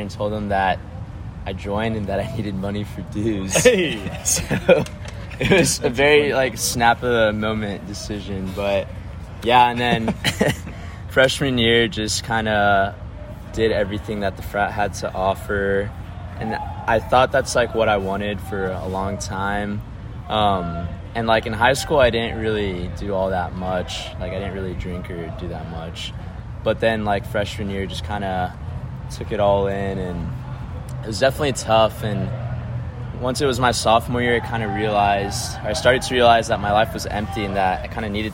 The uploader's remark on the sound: Apologies for some of the background noise.